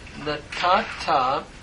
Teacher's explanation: Here we have a pay noon and a final noon verb where the noon has assimilated into the ta. So natanta becomes natata with the doubling of the ta by the final noon assimilation of this verb.